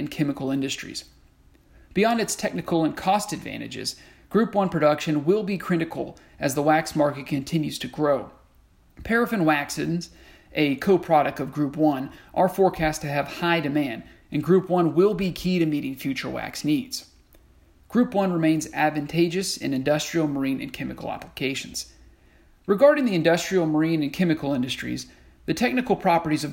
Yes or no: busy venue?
no